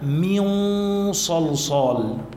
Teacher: وبعدها كمان صاد كمان عنا إخفاء لكن شو بنعمل إحنا هون نحن عم نخفي النون بالصاد نتهيأ للفظ الصاد